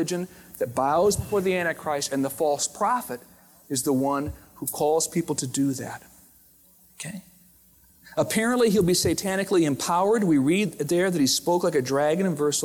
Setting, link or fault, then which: setting, large echoing room